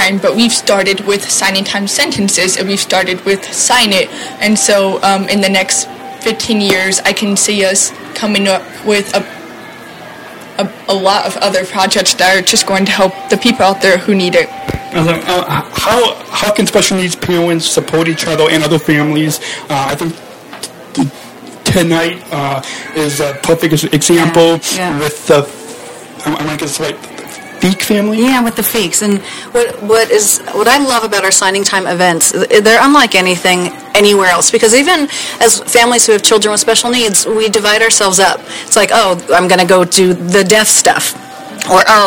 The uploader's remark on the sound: Live In Concert From Tennessee. Is podcasting live from Tennessee at the Signing Time Concert.